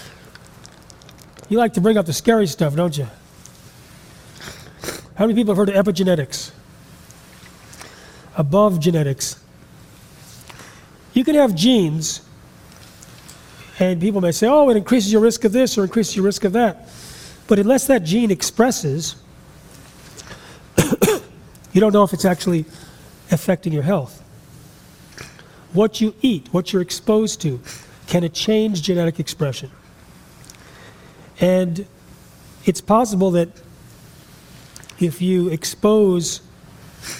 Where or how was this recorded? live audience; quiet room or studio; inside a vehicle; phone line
live audience